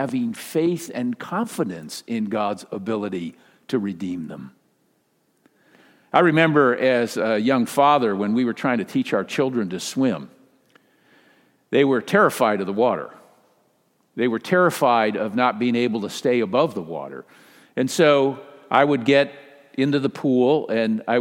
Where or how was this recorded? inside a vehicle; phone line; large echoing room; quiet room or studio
large echoing room